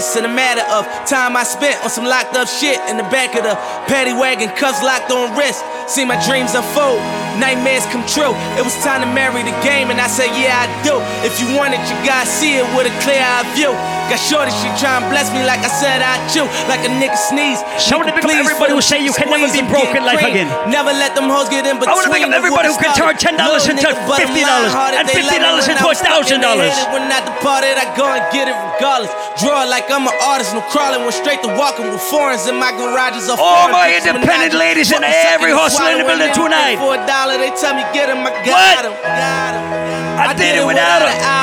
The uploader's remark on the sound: Live audio recording of my set at the Chill Weekend Mint Tea Brunch in Philly on July 8